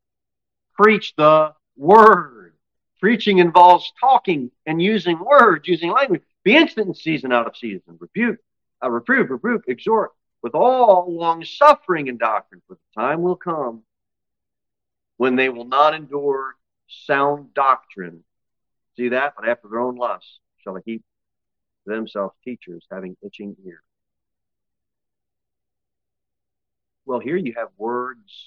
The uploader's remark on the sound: Sermon delivered at Pilgrim Baptist Church on Sunday, August 6, 2023